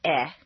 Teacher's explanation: The most tense and highest in the throat is eh.